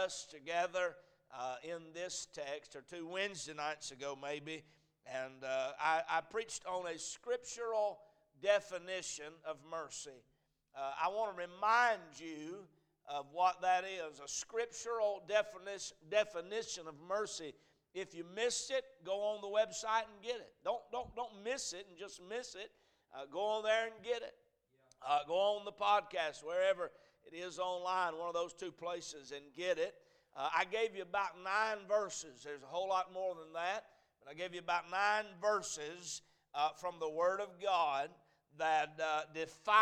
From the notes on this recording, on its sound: A message preached at Crossroads Baptist Church